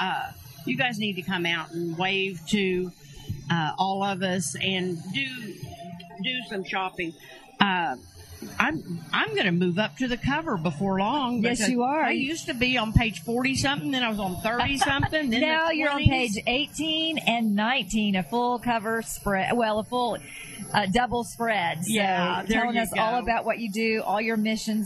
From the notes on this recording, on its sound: LIVE REMOTE! At The Santa Market – State Fair Park. On FREEDOM 96.9FM, Oklahoma’s Talk Radio.